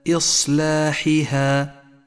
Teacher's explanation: ولاحظ أن الهمزة مرققة والصاد مفخمة وكثيرا ما تفخم الهمزة خطأ إذا جاء بعدها حرف مفخم فتنبه